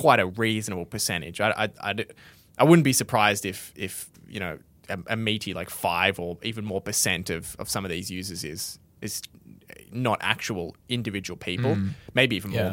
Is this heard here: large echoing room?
no